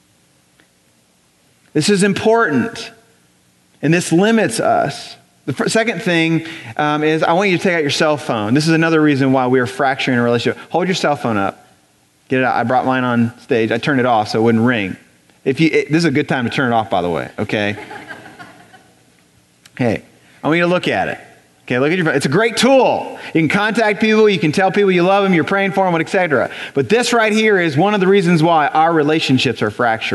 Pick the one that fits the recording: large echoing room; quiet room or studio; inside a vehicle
large echoing room